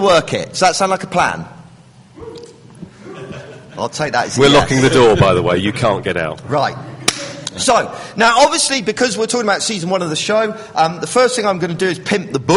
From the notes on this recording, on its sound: we recorded a live special from SXSW in Austin Texas